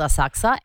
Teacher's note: You don't pronounce the U